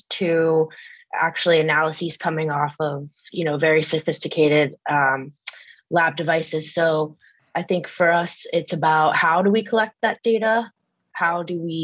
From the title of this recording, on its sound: Live Webinar